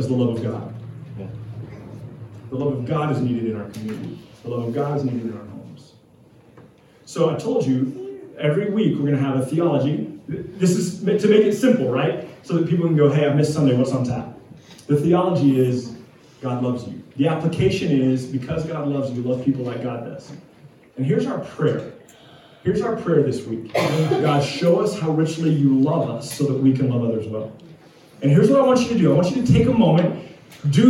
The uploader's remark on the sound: We apologize for the video and audio quality, some technical difficulties lead us to record with an iPhone this week.